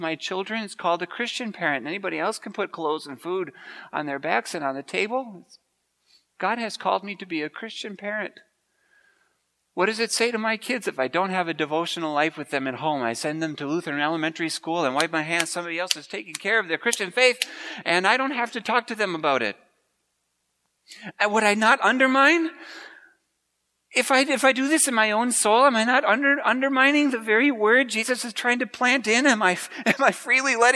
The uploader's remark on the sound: preached at Grace Ev.